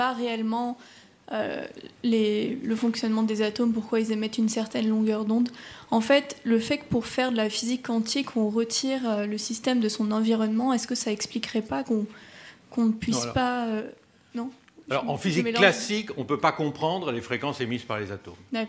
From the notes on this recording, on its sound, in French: Conférence enregistrée lors de la 5e édition de la Nuit de l'ENS